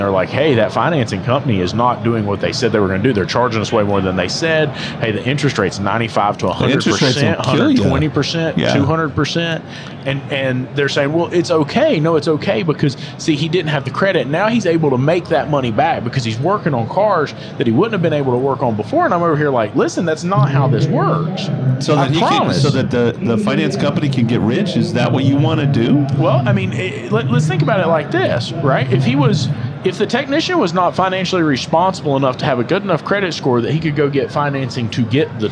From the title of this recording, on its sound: Live at AAPEX 2022